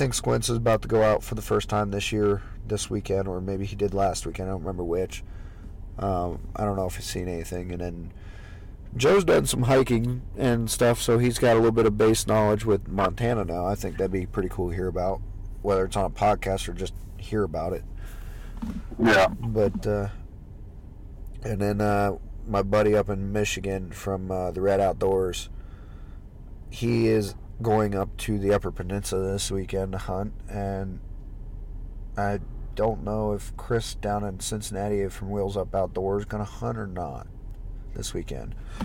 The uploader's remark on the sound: Recorded in a truck so bear with the sound quality